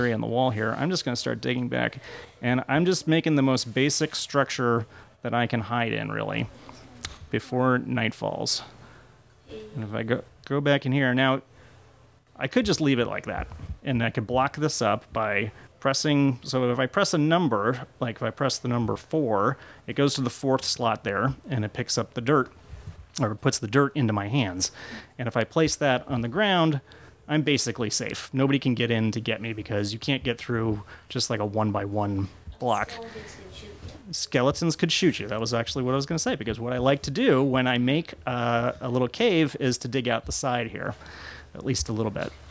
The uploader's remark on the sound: Live from Ada's Technical Books and Café in Seattle. With ample help from an audience of avid kid players.